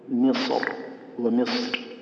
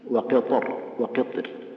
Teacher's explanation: والتفخيم أولى في مصر والترقيق أولى في قطر